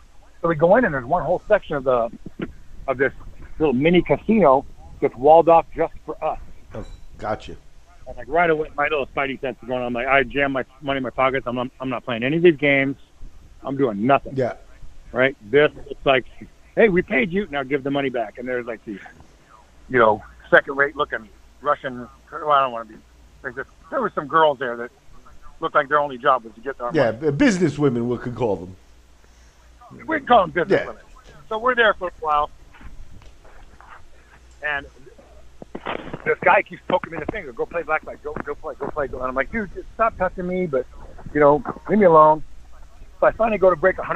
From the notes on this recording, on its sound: On the phone to go over what happened on some of the wildest shows from the mid-1990's.